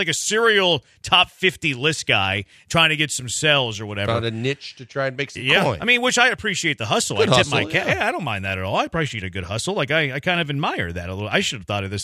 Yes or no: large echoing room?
no